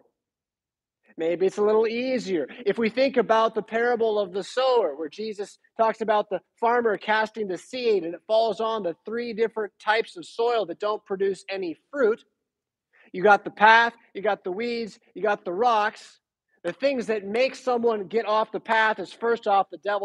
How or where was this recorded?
large echoing room